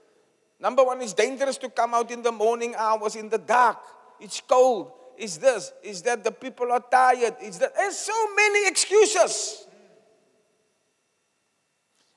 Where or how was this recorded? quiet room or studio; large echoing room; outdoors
large echoing room